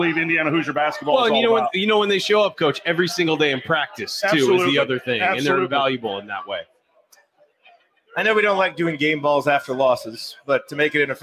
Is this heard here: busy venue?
yes